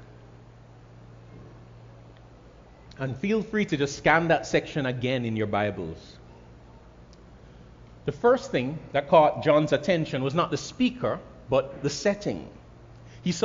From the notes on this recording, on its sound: Message preached at Grace Family Church, Caymanas Estate, Jamaica